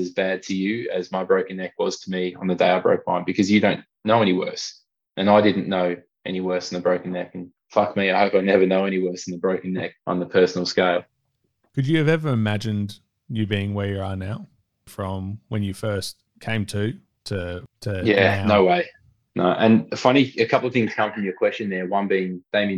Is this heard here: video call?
yes